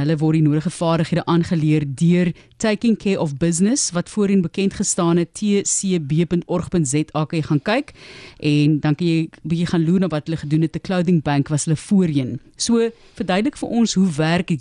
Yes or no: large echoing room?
no